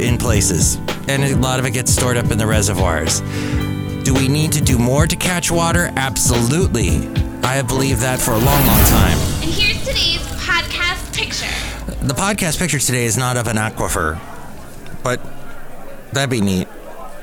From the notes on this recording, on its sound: Podcasts live from Cafe Anyway.